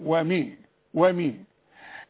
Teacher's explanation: أقفل شفايفي في الميم الأولى وافتحها على طول علشان دي ميم مكسور، أقول ومي، إنما التانية ألزق شفايفي مع بعض علشان الحرف ده مشدد، يعني اتنين ميم، أقول إيه؟